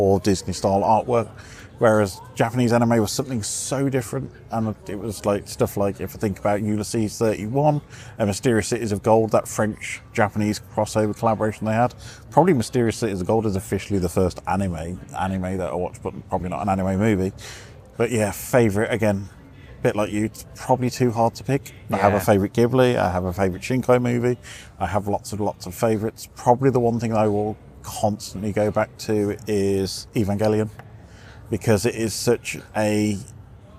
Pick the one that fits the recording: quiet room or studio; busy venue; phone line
busy venue